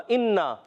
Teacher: وَإِنَّ، واو کی ادائیگی ہوتی ہے ہونٹوں کی گولائی سے، یاد رکھنا ہے وَإِنَّ، حمزہ ویسے ہی تحقیق سے خوب ظاہر کر کے پڑھیں گے، نون مشدد غنہ کریں گے